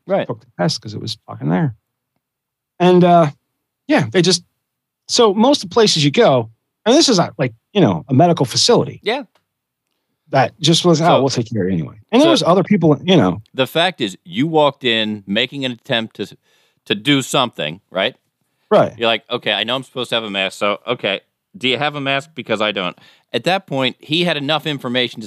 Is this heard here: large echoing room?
no